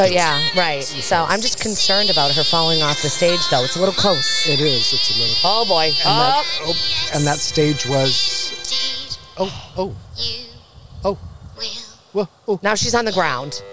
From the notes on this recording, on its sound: The Brown Jug in Sandwich for accommodating us on a busy shopping day and providing us a beautifully decorated store front to broadcast live. The Brown Jug in Sandwich for accommodating us on a busy shopping day and providing us a beautifully decorated store front to broadcast live.